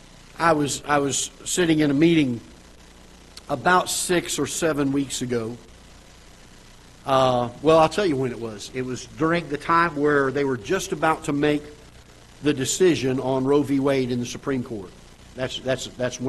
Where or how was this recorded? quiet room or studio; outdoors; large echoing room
large echoing room